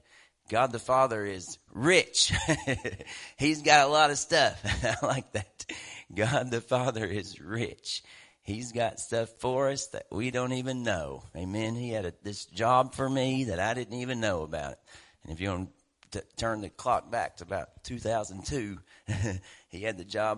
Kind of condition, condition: setting, large echoing room